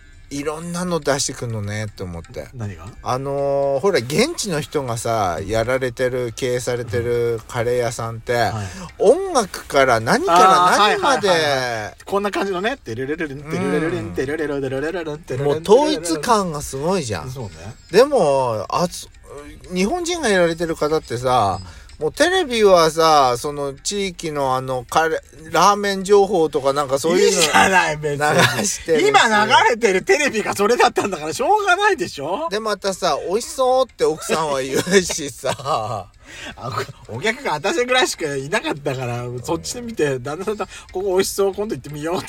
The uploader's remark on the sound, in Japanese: 2人組。パーキング収録。